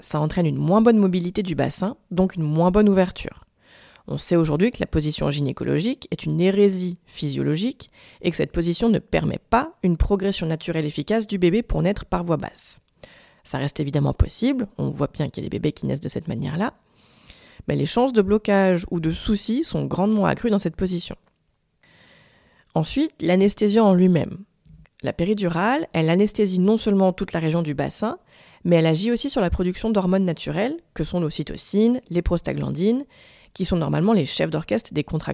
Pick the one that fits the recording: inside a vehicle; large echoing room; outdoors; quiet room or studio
quiet room or studio